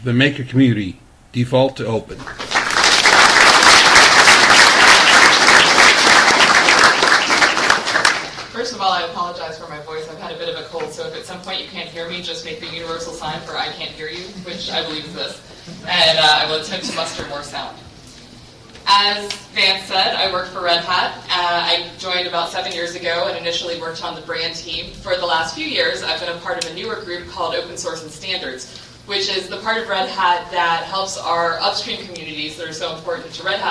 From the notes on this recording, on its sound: gave the next-to-last keynote at Ohio LinuxFest 2014 on 2014-10-25.